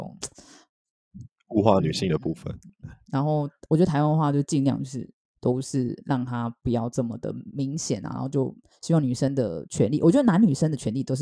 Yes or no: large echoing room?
no